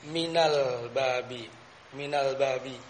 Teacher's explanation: Tapi ketika ada kata yang mendahuluinya, maka kita tidak baca. Contohnya minal babi. Minal babi. Alifnya tidak dibaca, kan? · Term: hamzatul wasl